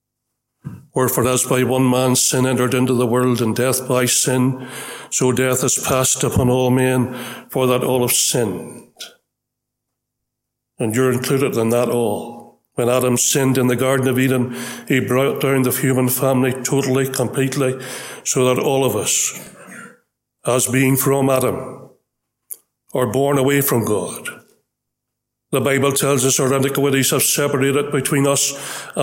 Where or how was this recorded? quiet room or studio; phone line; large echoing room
large echoing room